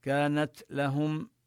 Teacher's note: كانت لهم كذلك هنا نمد الألف مدا طبيعيا حركتين. كانت لهم نبين الهمس في التاء